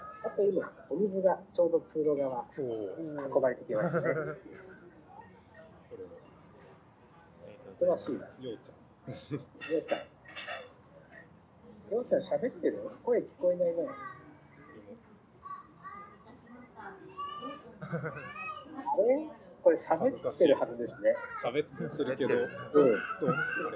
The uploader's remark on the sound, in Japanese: In 分身ロボットカフェDAWN ver.β。分身ロボットOriHimeによる接客は非常に未来感があって面白かったのですが、音声を録音してpodcastにすると、障害の存在を感じないのも面白い発見でした。